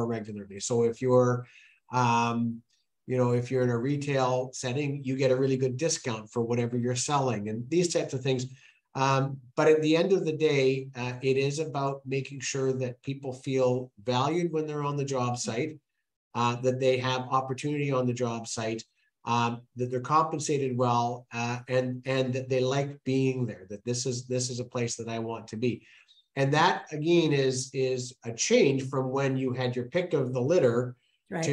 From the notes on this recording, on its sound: This live virtual event, sponsored by Scotiabank